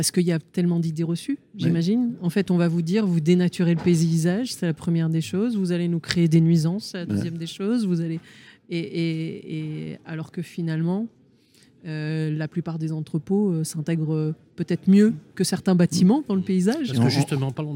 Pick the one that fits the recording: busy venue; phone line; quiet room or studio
busy venue